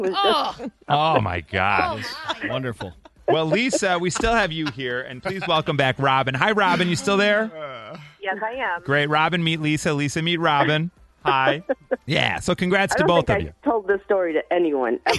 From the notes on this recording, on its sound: Mixers called